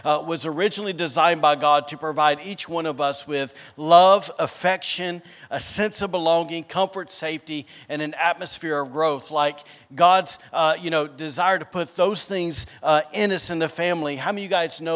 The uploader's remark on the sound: recorded on Sunday, July 10th, 2022, during service at The Anchor Church in Rockport, Maine